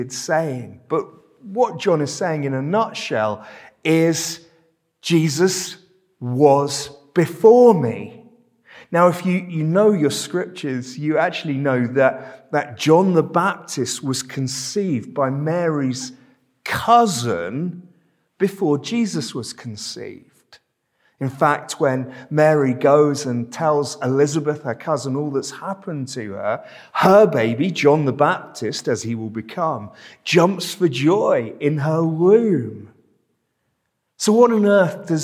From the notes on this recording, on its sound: This sermon was preached at Welcome Baptist Church on Sunday 20th November 2022.